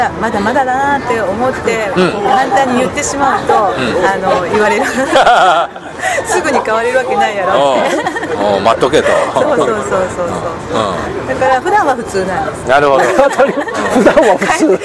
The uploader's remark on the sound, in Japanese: 今回は岡山駅前のイオンのスタバにて